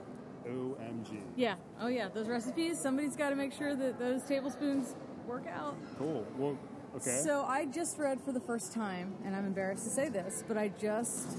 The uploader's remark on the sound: Roams the floor of the 2016 Books by the Banks festival asking authors, attendees, Librarians, and others a question.